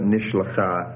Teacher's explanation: the vowel of the imperfect is regularly reduced to shua before the suffix